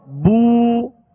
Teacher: اس کو معروف پڑھنا ہے، بو، دو حرکت کی مقدار اس کو کھینچنا ہے · Term: واو مدہ